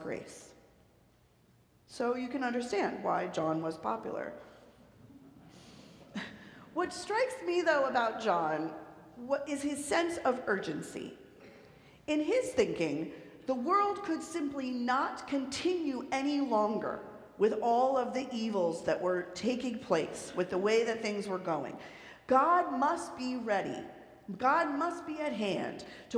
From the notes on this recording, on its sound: Recorded live at the 10:00am service on Sunday, January 7, 2024.